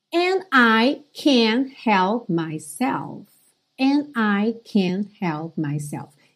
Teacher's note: você não está ouvindo esse D, esse T ali bem marcadinho, ok? Eles só fecham mesmo.